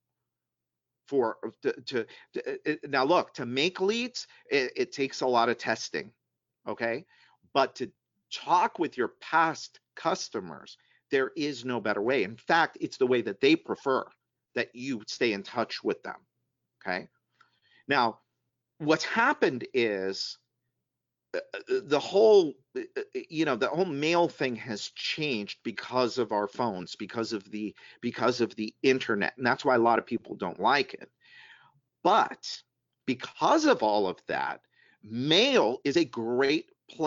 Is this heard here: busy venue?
no